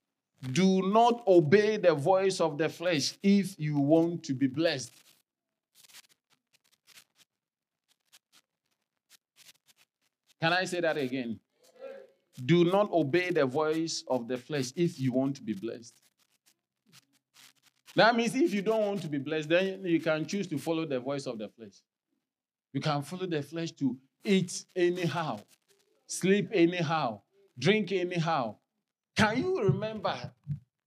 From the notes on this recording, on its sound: Sermon delivered on Sunday, November 26, 2023, at Strong Christian Church in Bellville, South Africa.